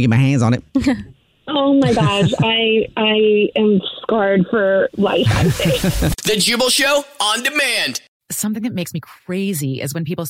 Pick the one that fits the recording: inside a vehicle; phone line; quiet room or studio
phone line